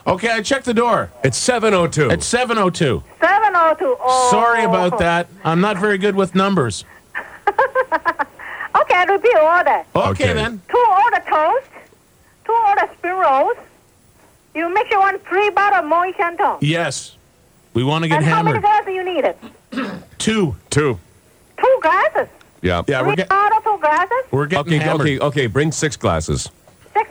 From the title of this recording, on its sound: phone call